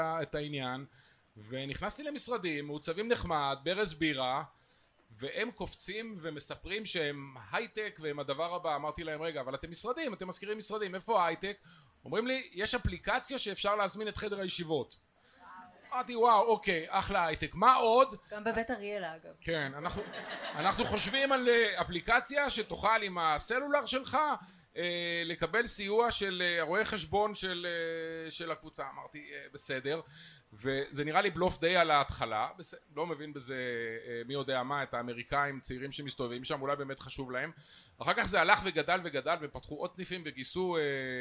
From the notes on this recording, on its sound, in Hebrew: התקיים בתדר בתל אביב אירוע גדול של הארץ - דה מרקר ובו הקלטנו פודקאסט משותף לתרבות יום א' ולאינטרסנטים. האולם היה מלא עד אפס מקום.